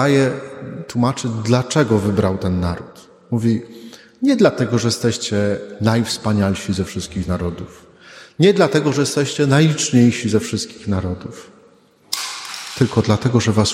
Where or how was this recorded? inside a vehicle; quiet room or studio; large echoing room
large echoing room